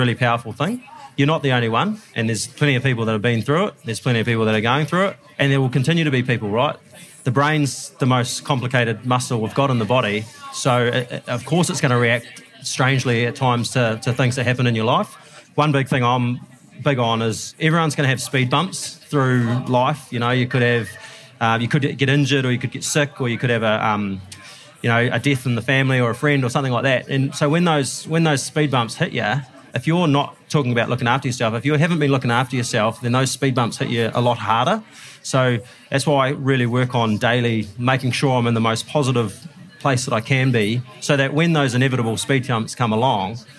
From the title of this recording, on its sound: Live from Fieldays